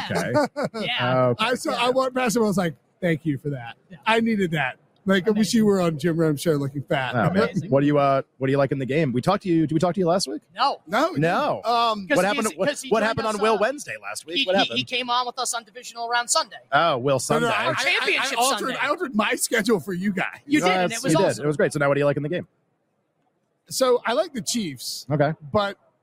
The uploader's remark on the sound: LIVE from Radio Row